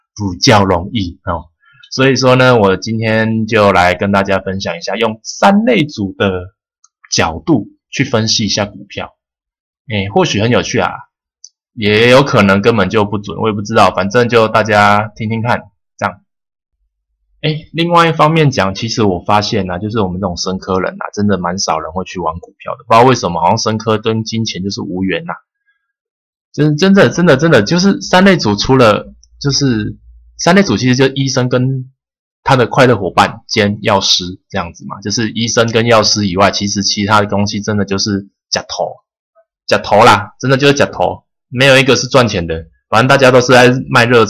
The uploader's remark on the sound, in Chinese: 收音品質改了反而似乎變比較不好。